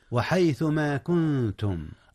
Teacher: النون هنا أخفيت يا أستاذنا، أخفيت قبل التاء، وهي من حروف الإخفاء قبل التاء.